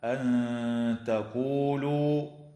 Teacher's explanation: تخفى النون الساكنة عند التاء مع الغنة مرققة في قوله تعالى أن تقولوا، وعند الزاي في كلمة أنزل، وتخفى